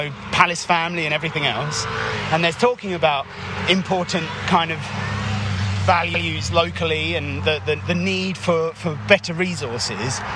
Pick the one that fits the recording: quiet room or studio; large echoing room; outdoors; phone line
outdoors